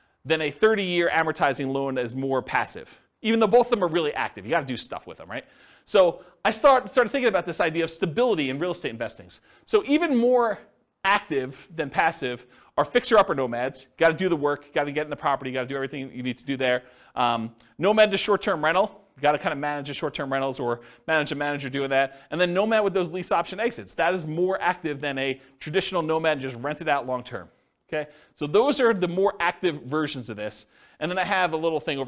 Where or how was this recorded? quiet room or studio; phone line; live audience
live audience